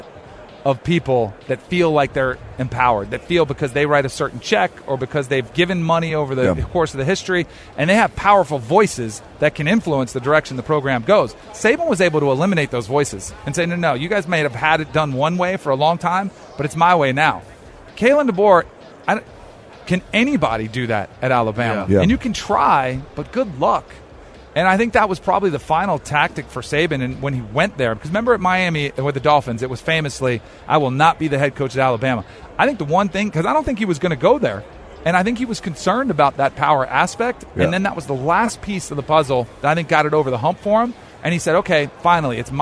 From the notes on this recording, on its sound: LIVE from radio row in Vegas!